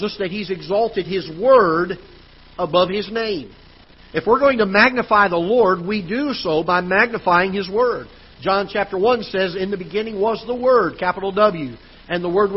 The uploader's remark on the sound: Ketha Heights Baptist Church ~ Live Broadcast.